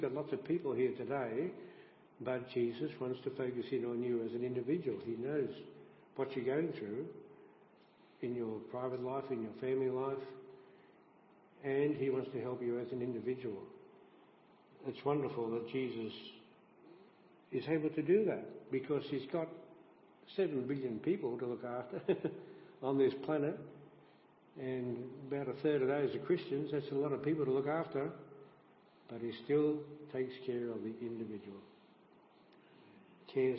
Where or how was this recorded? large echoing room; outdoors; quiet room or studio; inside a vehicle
large echoing room